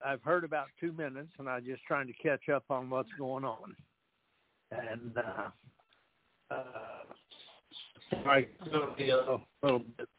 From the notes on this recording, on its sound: TNTSuperfantastic Conference Call